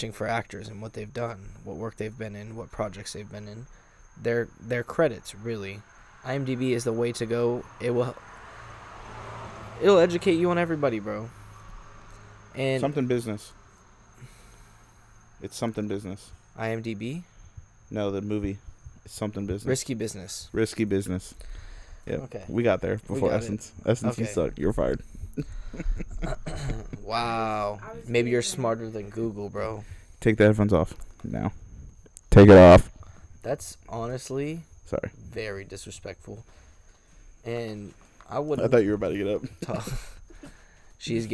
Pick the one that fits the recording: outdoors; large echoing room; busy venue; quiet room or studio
outdoors